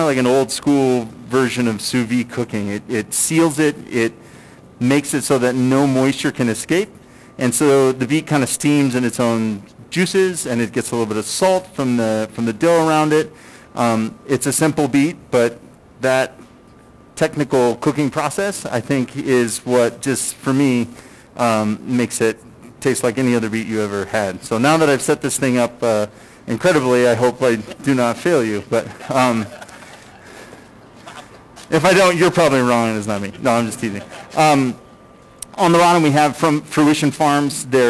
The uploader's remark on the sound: Night two of the Fall Dinner Series. Cooking live from Logan Street Denver and Carboy Winery tonight!